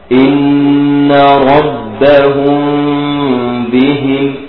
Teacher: وسمه الشفوية للقراء، لجميع القراء يسمى هذا إخفاء شفوي باتفاق. يعني إذا جاءت الميم الساكنة وبعدها باء متحركة لابد من إخفاء الميم في الباء، وتسمي هذا إخفاء شفوي. · سمي إخفاء من الأول لأننا نخفي الميم في الباء، شفويا لأن مخرج الميم والباء الشفتين